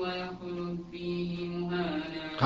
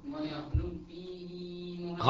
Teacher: إذا قرأت لشعبة لا تمد بعد، لا تصل الكسرة بمقدار حركتين بل بمقدار حركة واحدة كما يفعل سائر القراء عدا حفص وابن كثير · Shown in: first take